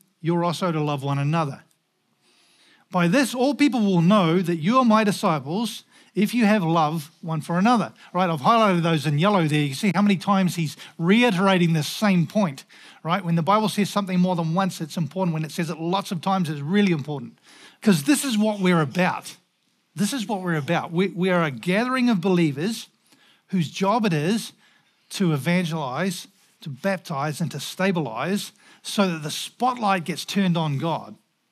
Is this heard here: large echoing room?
yes